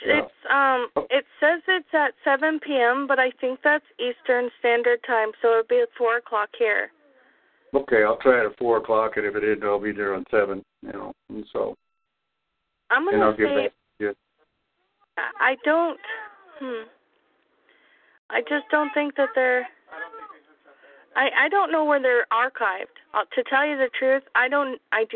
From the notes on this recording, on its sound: Oregon National Liberty Alliance Call. Welcome to the Unified Oregon Common Law Grand Jury Conference Call.